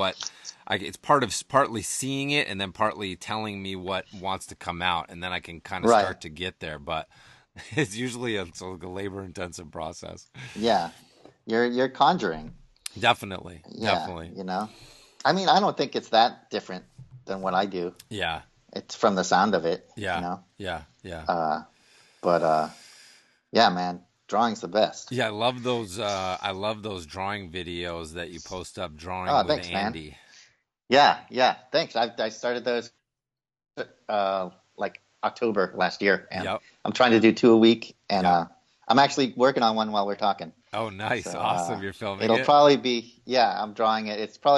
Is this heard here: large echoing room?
no